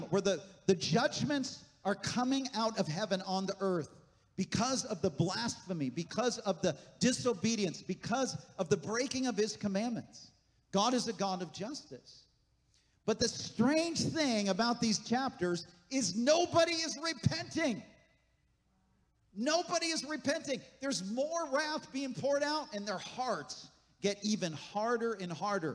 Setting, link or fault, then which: setting, large echoing room